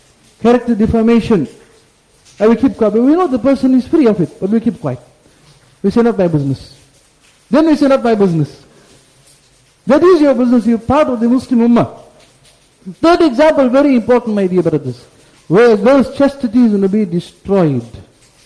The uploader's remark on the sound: Jumuah Lecture